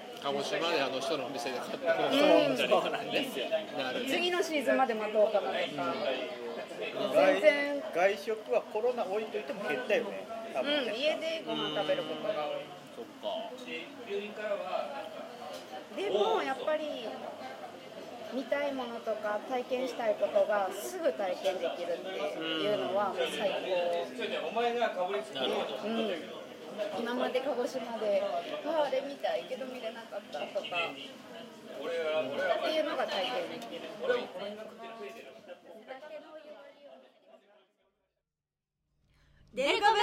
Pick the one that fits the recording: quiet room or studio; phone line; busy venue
busy venue